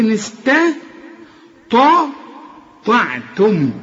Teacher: الطاء هي المفخمة، يبقى رقاق للسين والتاء والعين كمان والتاء والميم اللي بعدها